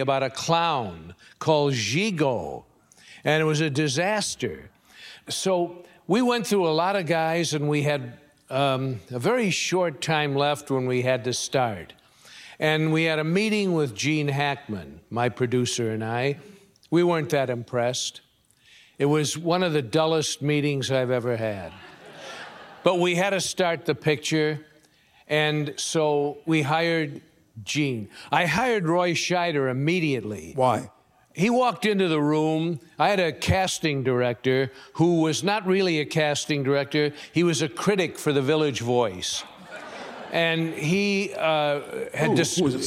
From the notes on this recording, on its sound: at the Turner Classic Film Festival